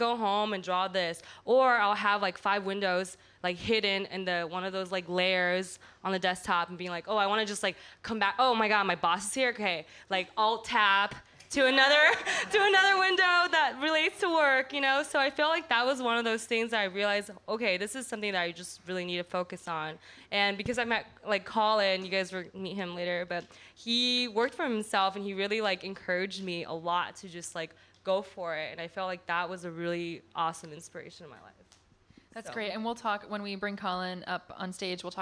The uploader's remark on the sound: Recorded live at Wythe Hotel. As part of The Great Discontent Live series.